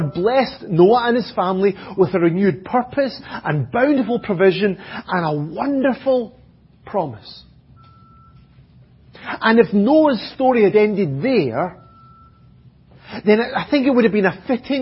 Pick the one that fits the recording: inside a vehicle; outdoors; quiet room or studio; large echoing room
large echoing room